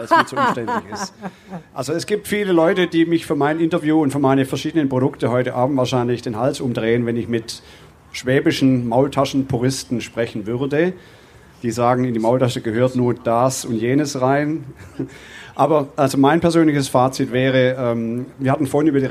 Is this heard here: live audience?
yes